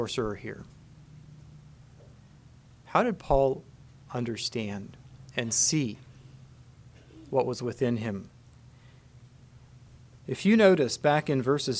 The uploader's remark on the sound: Message preached at Word of Hope